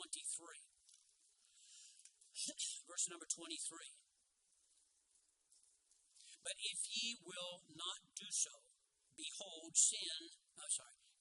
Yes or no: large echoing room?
yes